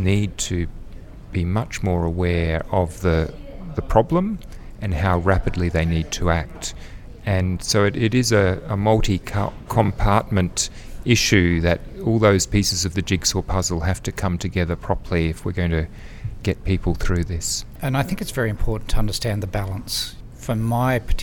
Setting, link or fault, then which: setting, busy venue